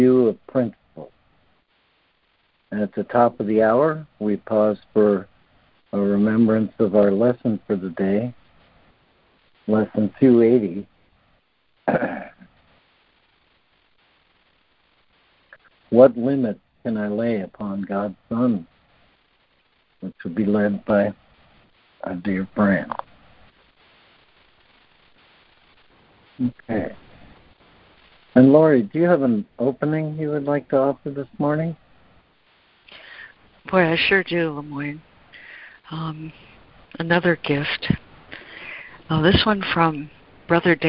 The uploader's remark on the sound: ACIM Daily Conference Call.